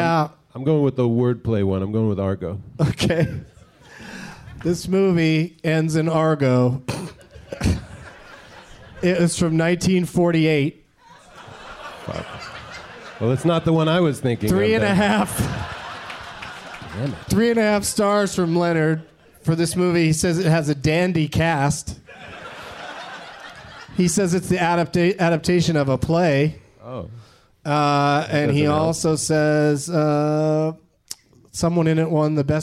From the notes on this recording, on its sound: Live from the Cap City Comedy Club in Austin. Apologies for the tech issues!